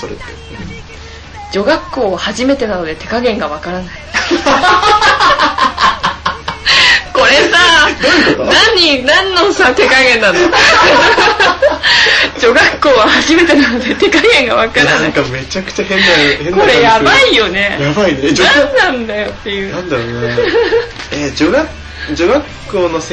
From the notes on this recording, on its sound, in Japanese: USTREAMの規約変更に伴い日常改善TVのアーカイブが削除されてしまうことになりました。このPodcastで日常改善TVの一部を移植し紹介することとしました。音声が汚かったりとアナログ感があるのですがそこは目をつぶってください。